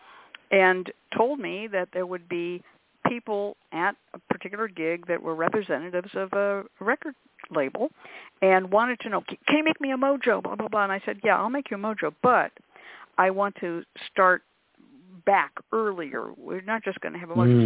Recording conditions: phone line